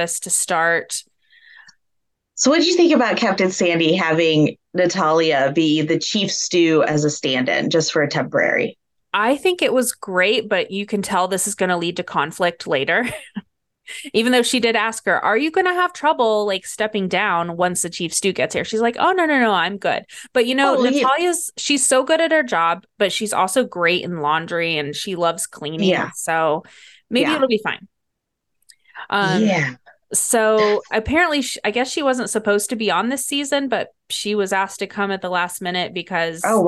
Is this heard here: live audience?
no